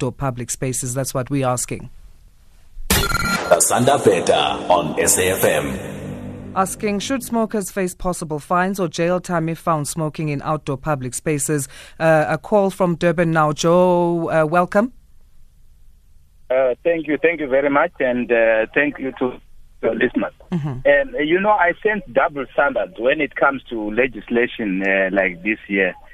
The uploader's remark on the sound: Guest (phone)